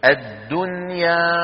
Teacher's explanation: لاحظتم كيف أظهرنا النون عند الياء ولم ندغمها